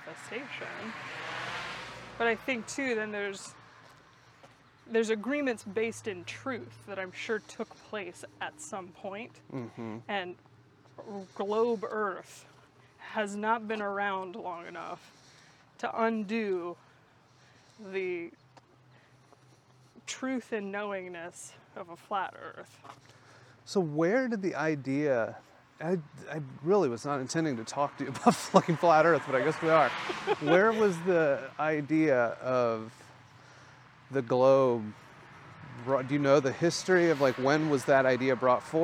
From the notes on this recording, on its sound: Listen in as we walk and talk.